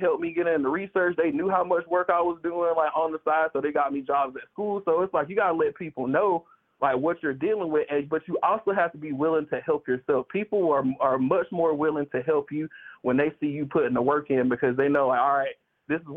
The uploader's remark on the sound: Call In Show